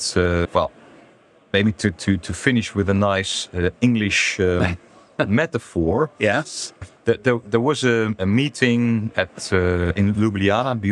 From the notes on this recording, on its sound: An interview I recorded at the Caravan Salon Dusseldorf.